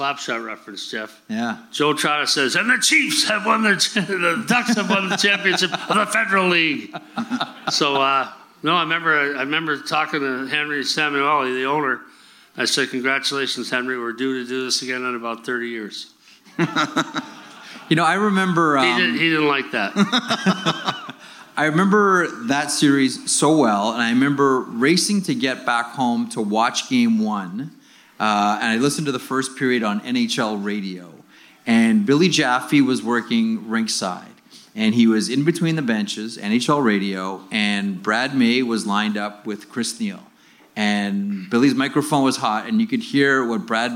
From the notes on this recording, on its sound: Live From Victoria.